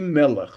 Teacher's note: It's called mil-el next to the last syllable, and not mil-ra, the last syllable. So we say melech.